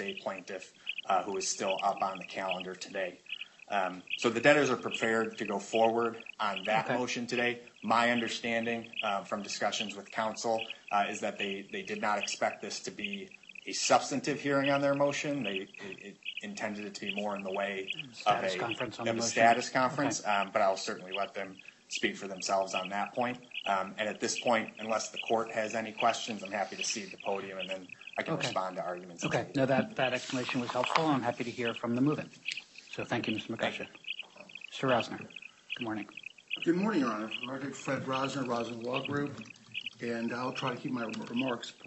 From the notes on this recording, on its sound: Audio of hearing held in the Yellow Corp. bankruptcy proceedings pending in Delaware. Sorry about the sound... The audio recording is the official court audio and was posted this way to the court's docket.